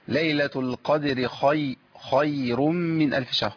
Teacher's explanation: نفخم الخاء شوية، خاء مفتوحة هنا